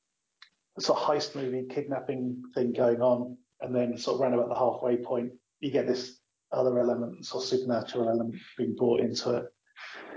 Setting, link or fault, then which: fault, poor sound quality